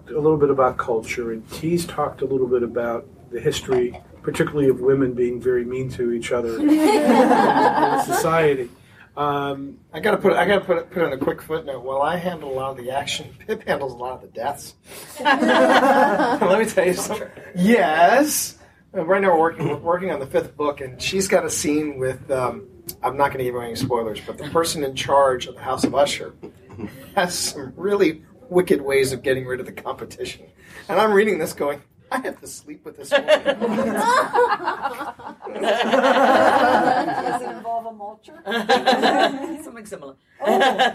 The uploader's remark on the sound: here's the last of the panels we recorded at Balticon 49!